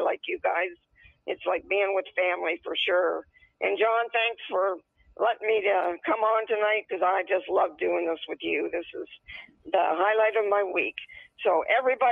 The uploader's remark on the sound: on the phone with me